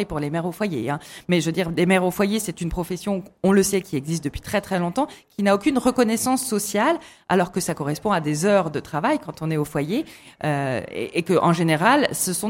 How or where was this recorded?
busy venue